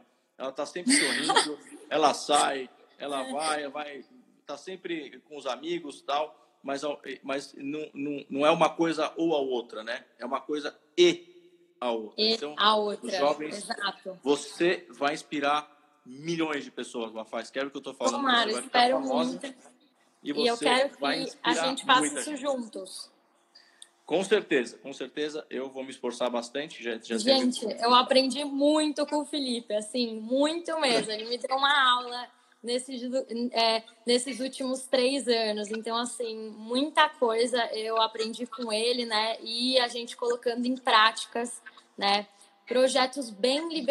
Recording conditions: video call